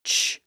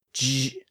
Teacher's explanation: It's a voiceless sound, so the vocal folds are open and silent when we make that sound. But if we constrict those vocal folds and make them vibrate, the sound switches from ch to j. So it becomes the J sound, sometimes called the soft G sound, like at the beginning and end of the word judge.